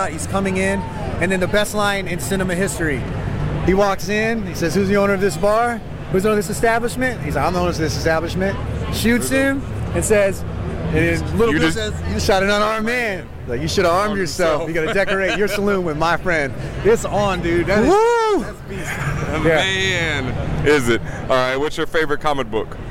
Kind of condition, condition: setting, busy venue